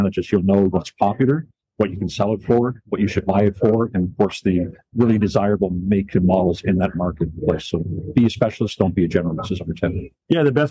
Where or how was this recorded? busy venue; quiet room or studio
busy venue